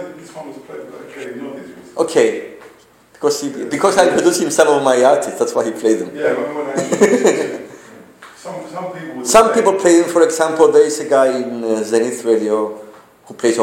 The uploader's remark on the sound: This is a podcast recorded during a guest lecture for a MA class (Digital Media Content) at the University of Nicosia.